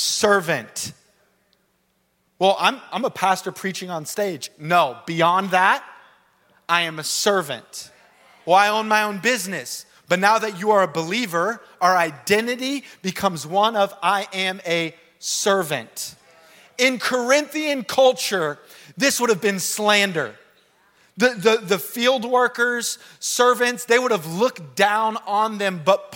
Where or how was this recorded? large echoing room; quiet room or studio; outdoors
large echoing room